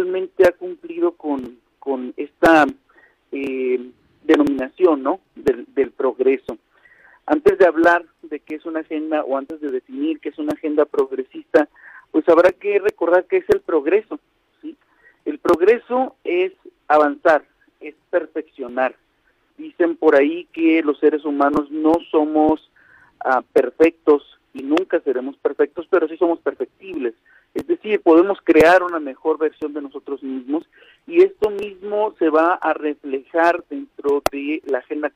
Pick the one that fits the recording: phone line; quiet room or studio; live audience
phone line